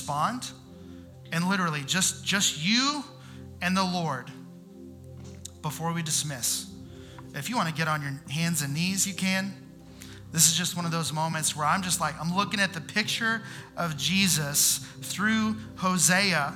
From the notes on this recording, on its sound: Houston's First Baptist Church - Sienna Campus (Missouri City, TX)